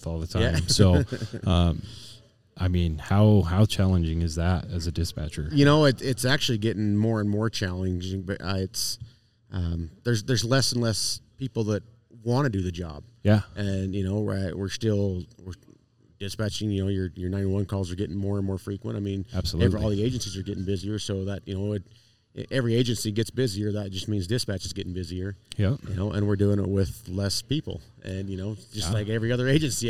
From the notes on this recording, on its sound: Live event. We take you on a dynamic journey with a live show in the bustling atmosphere of the "SIFA" Fire/EMS conference. We kick things off by diving into an engaging conversation with a phenomenal vendor at the conference.